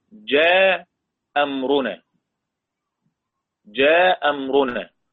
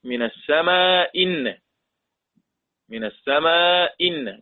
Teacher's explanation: رقم واحد، الهمزتين المتفقتين في التشكيل، قرأ أبو عمرو، نمرة واحد كده، قرأ أبو عمرو بحذف الهمزة الأولى، بحذف الهمزة الأولى